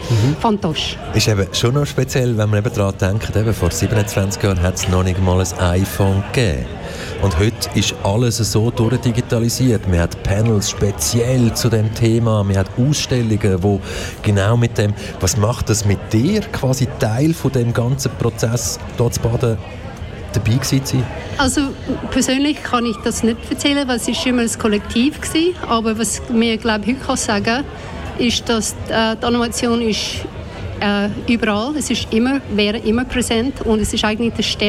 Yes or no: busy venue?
yes